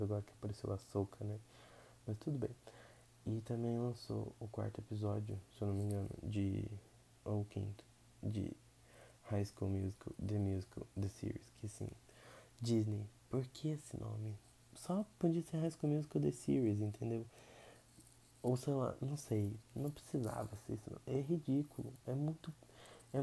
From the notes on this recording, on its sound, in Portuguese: Gostaria de pedir desculpas pelos ruídos pelo simples fato de que não aprendi a como editar corretamente e nem qual melhor microfone para ser usado.